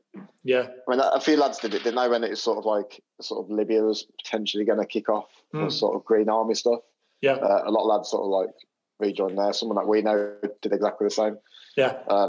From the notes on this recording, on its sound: Having to have a full zoom conversation with each other whilst no other people are present.